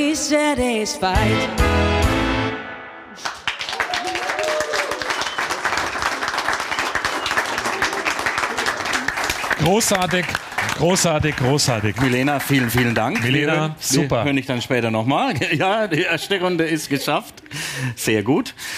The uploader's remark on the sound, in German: Während ihrer Wohnmobil-Tour haben die beiden. Eine Podcast-Folge live vor Publikum aufgenommen. Die Location war auch besonders - unterm Zollinger Dach am Coburger Güterbahnhofgelände war der Aufzeichnungsort. Dort begrüßten die zwei rund 30 Zuhörer und Zuhörerinnen.